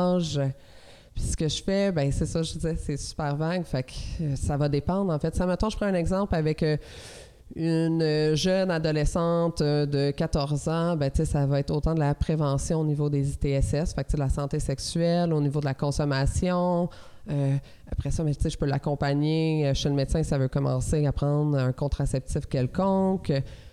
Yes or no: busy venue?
yes